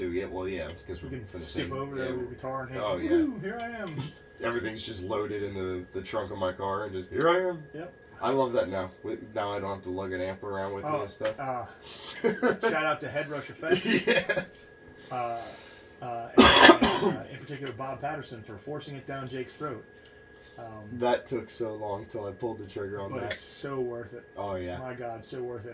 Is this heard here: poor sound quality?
yes